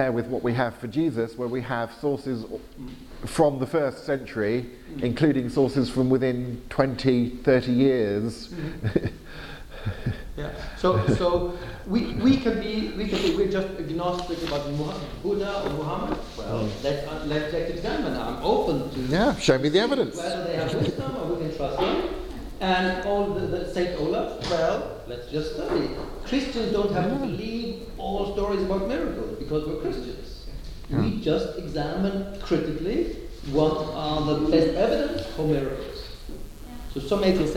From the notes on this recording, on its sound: Lecture given at Gimlekollen College, NLA University, Norway on April 26th 2019.